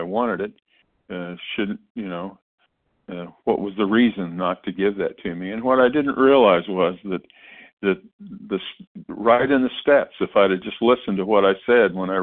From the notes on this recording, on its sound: 100 Pounders Phone Meeting